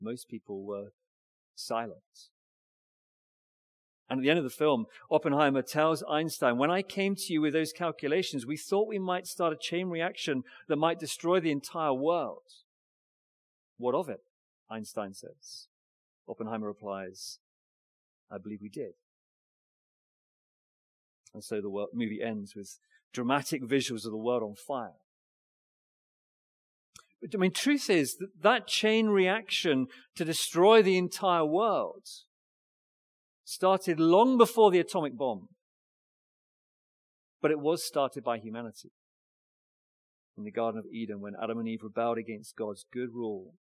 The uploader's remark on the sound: Recorded Live stream Sermon from Binscombe Church (BWS) 3rd March 2024